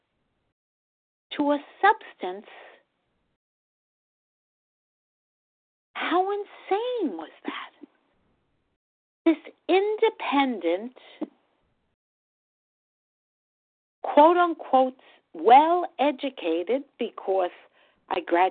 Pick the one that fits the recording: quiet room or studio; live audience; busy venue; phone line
phone line